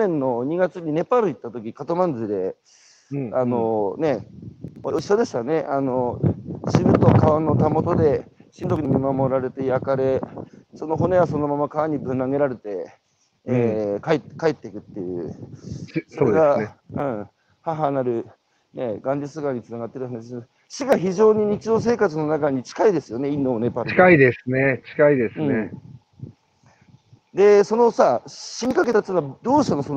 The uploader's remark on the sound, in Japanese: 歩きながら1時間、対談する。